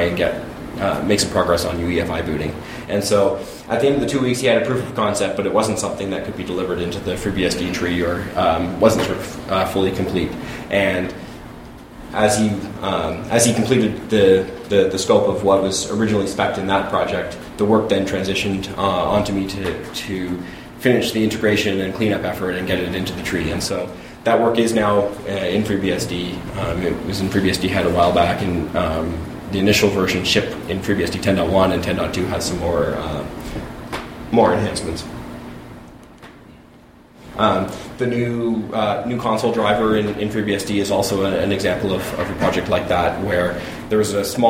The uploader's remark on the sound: A recording from vBSDCon 2015 of the talk.